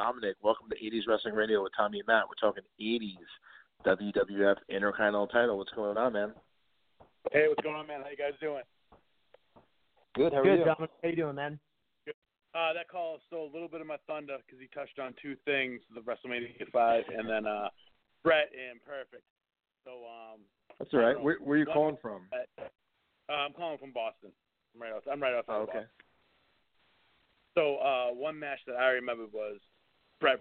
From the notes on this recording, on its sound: we take your calls LIVE on the air!